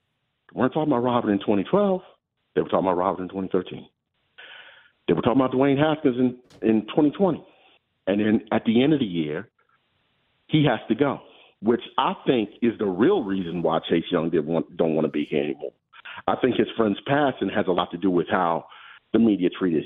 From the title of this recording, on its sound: Call lines open up